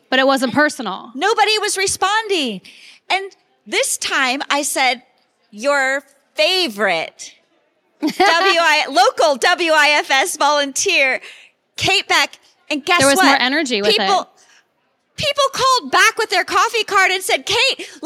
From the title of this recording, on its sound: live at the 2022 WIFS Conference